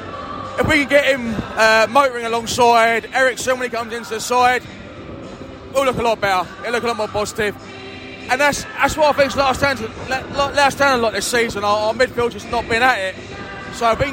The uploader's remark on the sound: post-match podcast from the pub